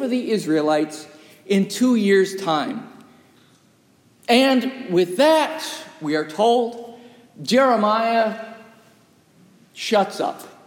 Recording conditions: large echoing room